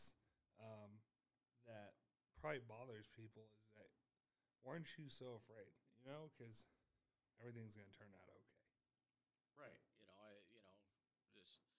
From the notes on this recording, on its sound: This is the intro and probably our worst audio but if you can turn it up it works.